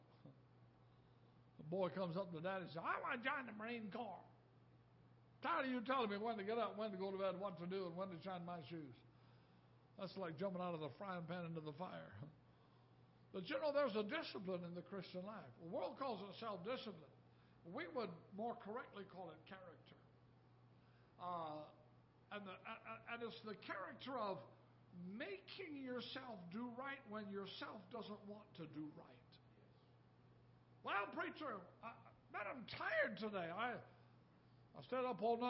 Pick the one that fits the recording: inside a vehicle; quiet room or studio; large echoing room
large echoing room